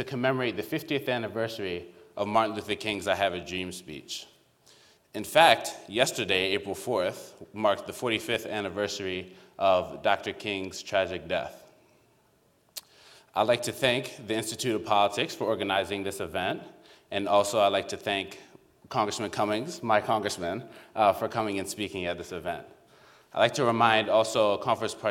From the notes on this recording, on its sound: Black Policy Conference Keynote. Institute of Politics. Delivered the opening keynote speech of the Black Policy Conference.